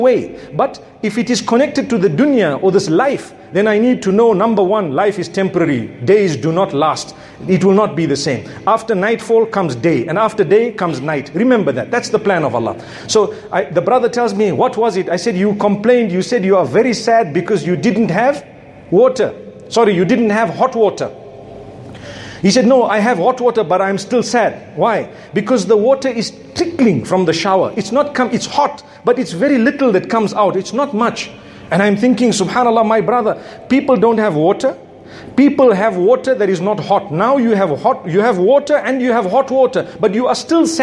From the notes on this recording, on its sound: A Jumuah Lecture from Masjid Al Falaah. Harare, Zimbabwe.